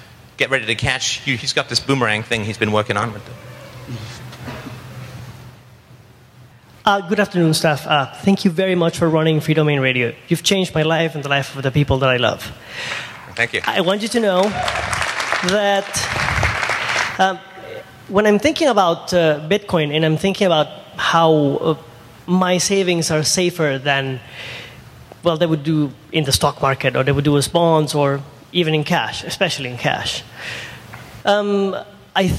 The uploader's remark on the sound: speaks at the Texas Bitcoin Conference